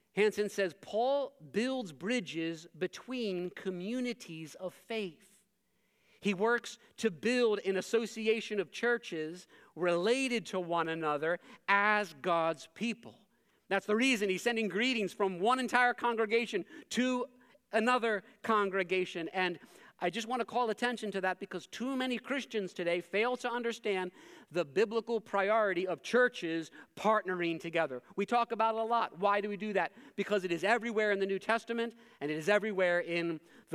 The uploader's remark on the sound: Preached this sermon at Covenant Fellowship Church on June 4, 2023.